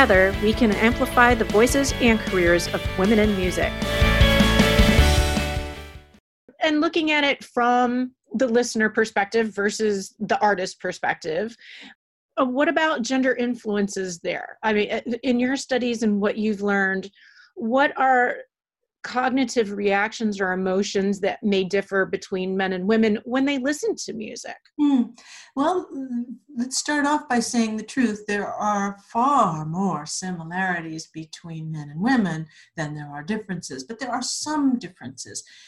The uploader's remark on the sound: She also answers audience questions! This episode was recorded remotely using Zoom.